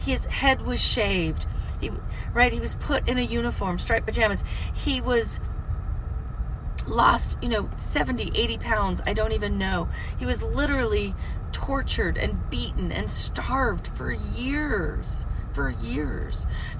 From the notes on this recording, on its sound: from the car!